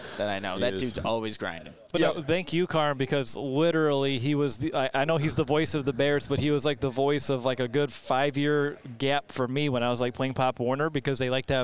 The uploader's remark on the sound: Live at the NFL Combine! Returns to Indianapolis on Day 3.